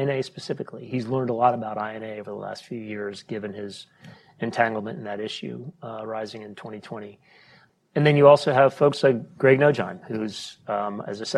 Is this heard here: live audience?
yes